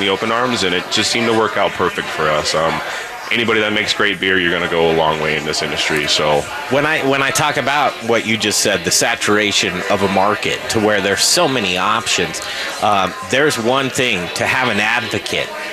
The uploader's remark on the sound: We're live from Southern Hospitality downtown for our Barbecue, Beer and Bourbon dinner!